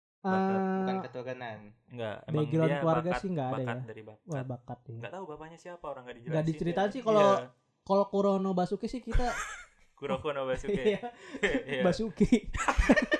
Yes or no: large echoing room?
no